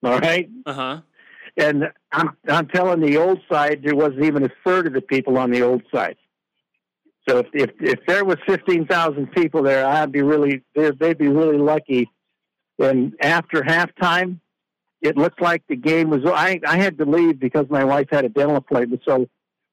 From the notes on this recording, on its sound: OSU IDAHO POSTGAME CALL-IN SHOW.